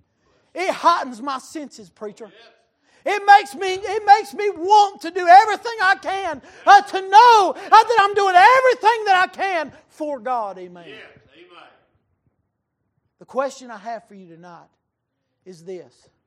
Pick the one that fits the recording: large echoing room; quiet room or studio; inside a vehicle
large echoing room